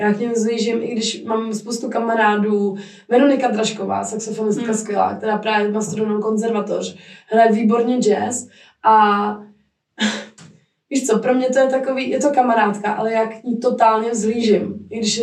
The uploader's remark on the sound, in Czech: Omlouvám se za zhoršenou kvalitu zvuku, bohužel nás provázely technické problémy.